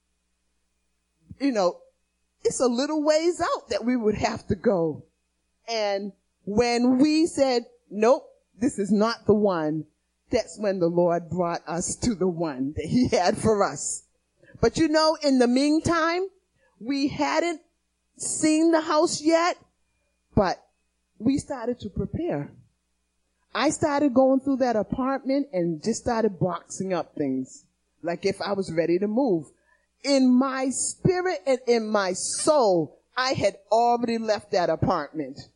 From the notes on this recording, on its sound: Recorded on 2016-02-28 at the 08:30am Service